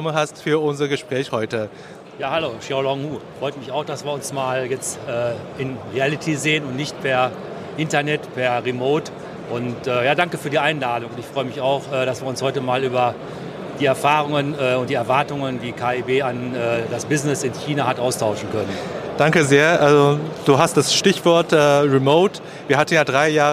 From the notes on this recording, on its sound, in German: Live Interview auf Hannover Messe 2023